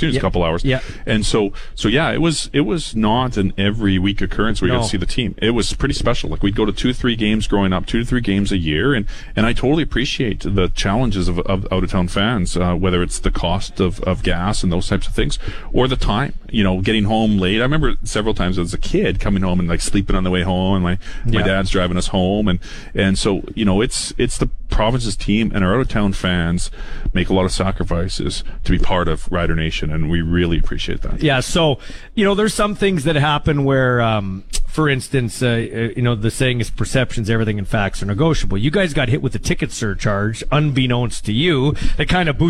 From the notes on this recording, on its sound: LIVE in Saskatoon for #Riders Training Camp